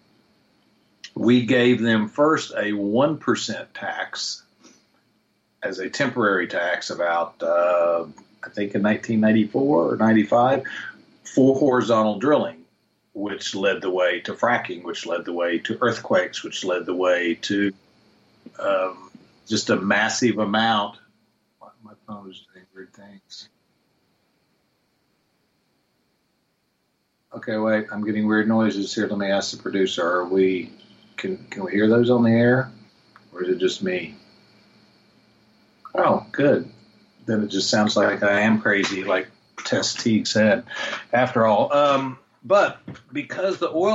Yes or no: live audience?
no